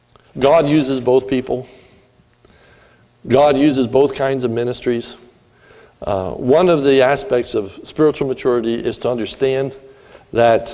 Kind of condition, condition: setting, large echoing room